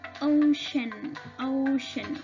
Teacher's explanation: la C, en la palabra océano, la vamos a pronunciar como sh